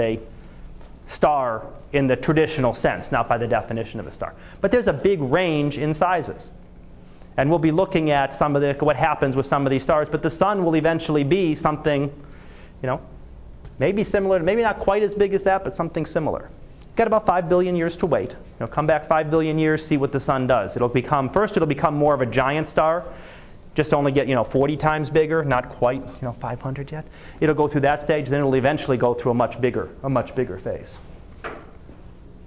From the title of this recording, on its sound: Live Class Lecture